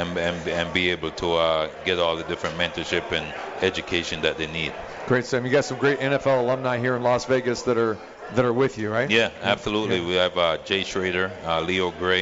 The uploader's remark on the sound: Live from The Cosmopolitan of Las Vegas.